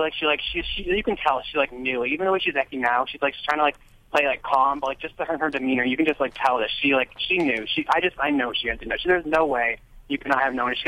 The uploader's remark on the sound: takes phone calls